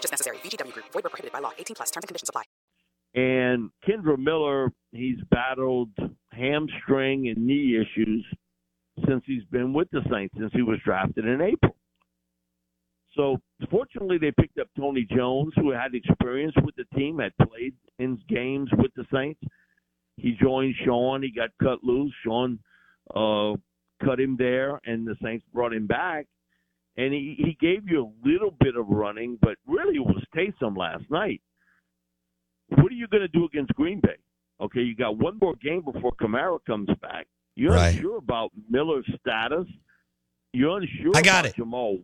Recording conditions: phone line